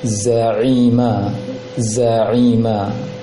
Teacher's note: Ada satu huruf yang agak kurang sempurna ucapan i-nya, yaitu ketika ain kasroh lebih dijelaskan lagi menghasilkan bunyi i